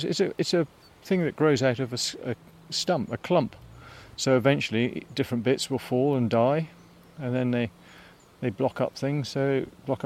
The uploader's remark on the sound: A summer's day in a Somerset cider orchard. Head to the sleepy hamlet of Shepton Montague in Somerset.